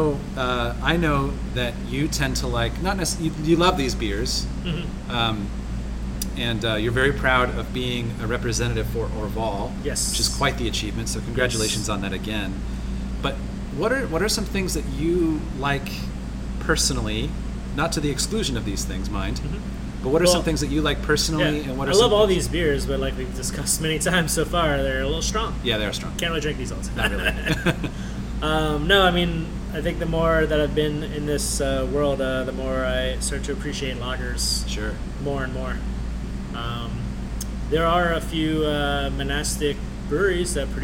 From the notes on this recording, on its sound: Recorded in location at Redlight Redlight, a brew pub in Orlando, FL!